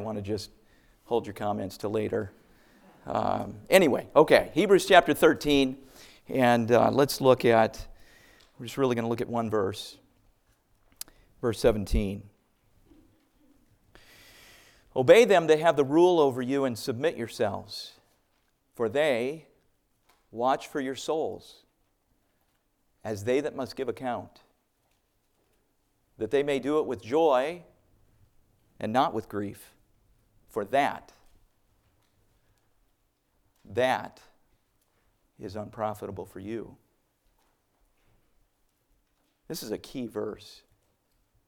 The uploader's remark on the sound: A message preached from the chapel platform of Baptist College of Ministry.